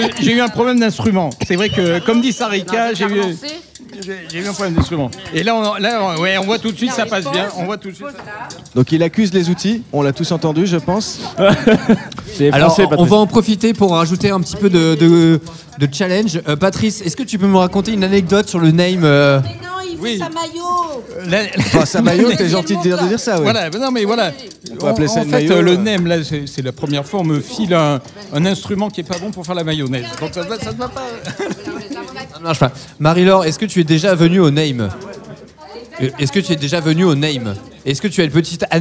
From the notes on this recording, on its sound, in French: Chaque année le NAME festival nous accueille d'une façon différente mais toujours avec classe. Nous sommes en direct du NAME à la Condition Publique pour 2h de live.